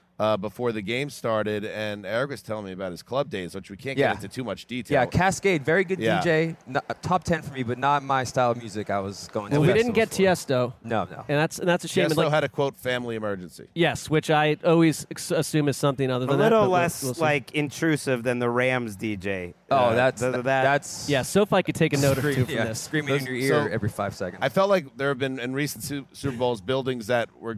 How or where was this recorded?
busy venue